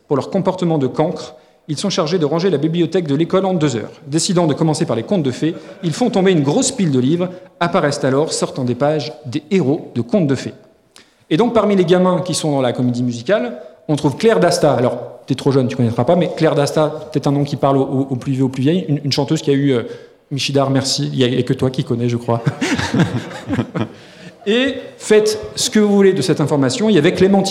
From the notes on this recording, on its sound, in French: Un enregistrement capté en live le 08 avril dans le cadre du festival Podrennes, rassemblement de podcasts indépendants. Merci encore à celles et ceux qui sont venus nous écouter.